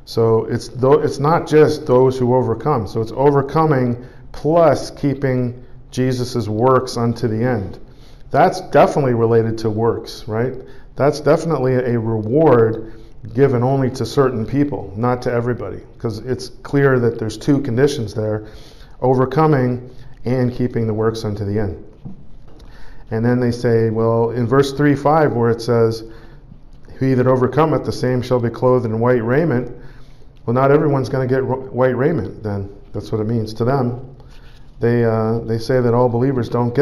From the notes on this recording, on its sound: Preached at the Church at Brimley. Toronto, Canada.